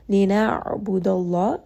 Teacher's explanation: Ayn here is going to be a letter of tawassut, meaning that when this letter has a sukun, you are going to hear it roll around in the throat. And because Ayn is one of the letters from the middle of the throat, there is going to be a little bit of compression, a little bit of constriction around the middle throat.